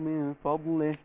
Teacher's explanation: يبقى هنا عندنا الاخفاء وهرقق برضو الفاء عشان الضاد